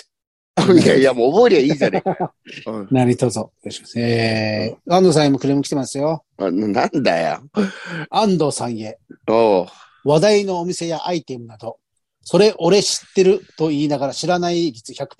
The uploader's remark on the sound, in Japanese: ZOOMで収録。